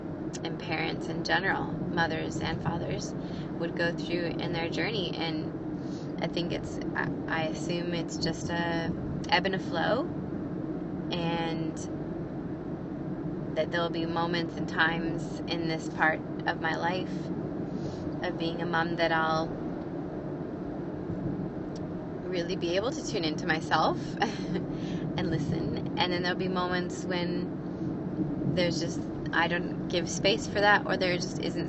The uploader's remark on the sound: In this episode I share raw and real from my heart while driving in my car.